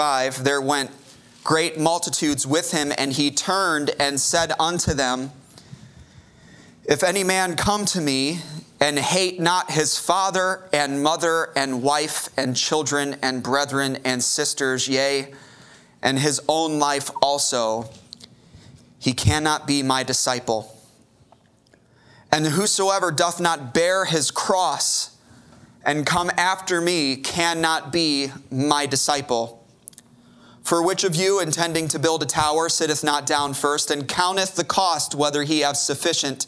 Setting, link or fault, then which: setting, large echoing room